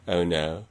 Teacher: So we've got those O's. We've got a very sort of fronted and unrounded version in California